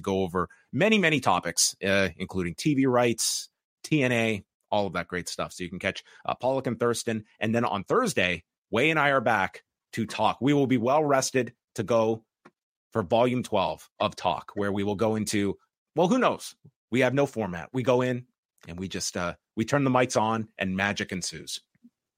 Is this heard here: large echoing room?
no